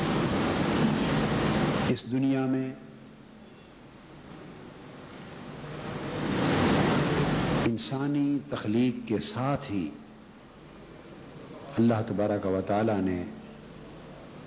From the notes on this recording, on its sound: A Speech delivered at Jamy Masjid Razay Mustafa